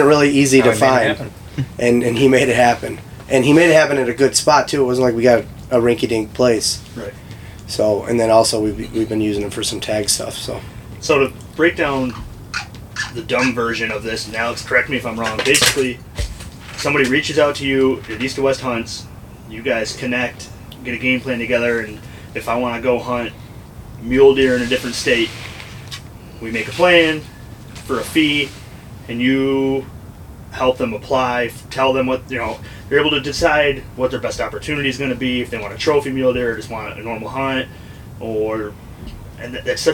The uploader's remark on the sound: On the phone. We recorded this in an ice fishing shanty so bear with the extra noises.